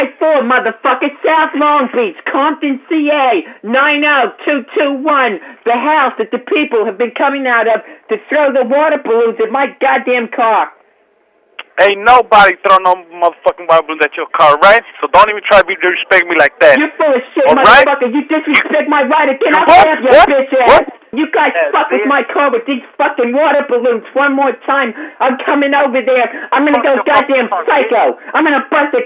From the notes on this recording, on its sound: Prank Phone Calls